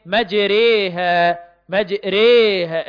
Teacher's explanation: أي لا هي ألف خالصة ولا ياء خالصة، وإنما هي قريبة من لفظ الياء، أي مائلة إليها · Term: ألف ممالة